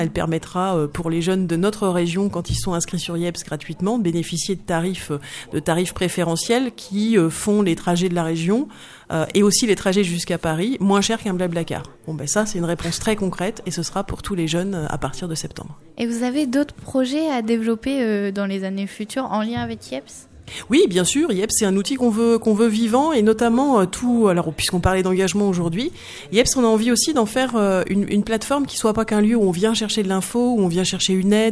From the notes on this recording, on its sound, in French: Emission réalisée en direct. Depuis le Campus des métiers de Joué-les-Tours.